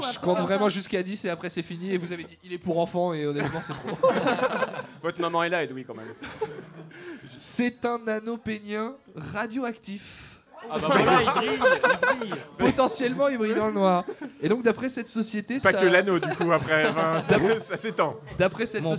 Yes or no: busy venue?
yes